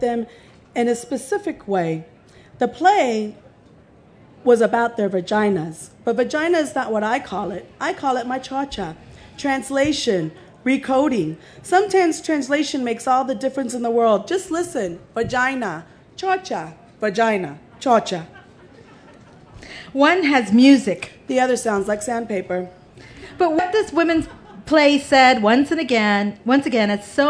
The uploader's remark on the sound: A panel from the Pima County Public Library&#8217;s Nuestras Raices Pavillion at the 2015 Tucson Festival Books. Features a panel from the Pima County Public Library’s Nuestras Raices Pavillion at the 2015 Tucson Festival Books.